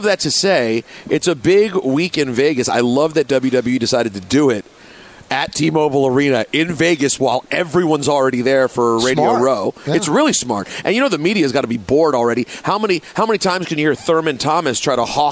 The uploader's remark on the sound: live from UBS Arena